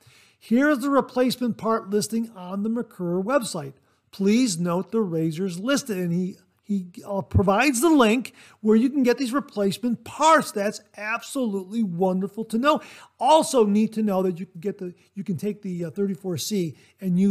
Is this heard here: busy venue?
no